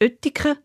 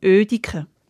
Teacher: die sogenannte Lenisierung, die Aussprache vom T als D · Shown in: second take